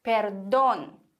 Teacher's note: wir haben hier einen Akzent auf dem O, also müssen wir auch unbedingt diese Silbe betonen. Perdón. Genauso bei dem Telefon, da ist das Interessante, im Deutschen betonen wir Phon, Telefon.